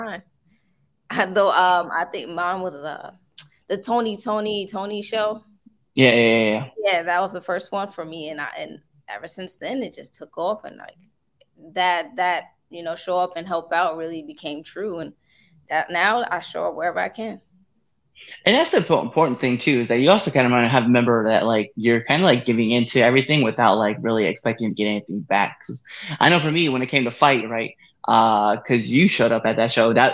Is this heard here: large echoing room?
no